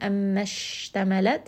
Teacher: Sheen is going to have tafashi. It's going to spread the sound around the mouth.